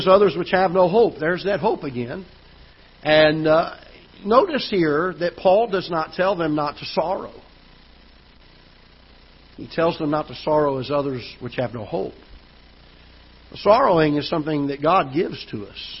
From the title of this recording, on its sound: Ketha Heights Baptist Church ~ Live Broadcast